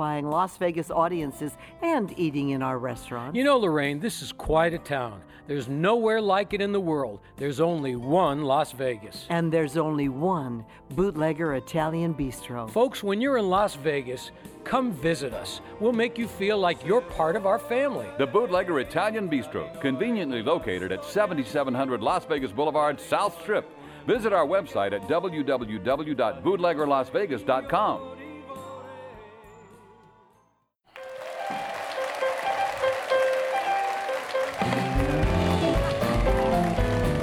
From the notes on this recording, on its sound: Live at the South Point Casino